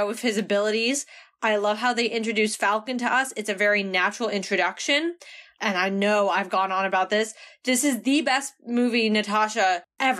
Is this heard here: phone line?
no